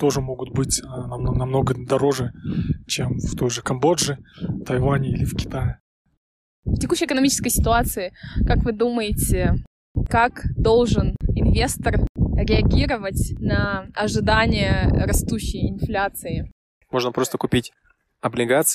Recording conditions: wind noise